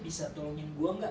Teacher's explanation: But if you make a falling intonation, bisa tolongin gua enggak, means that you need a help and you are asking persuasively.